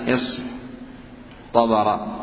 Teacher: فأبدلت التاء حرفا مستعليا مناسبا لحرف الإطباق وهو الطاء حتى يسير الكلام على نسق واحد، فقيل اصطبر.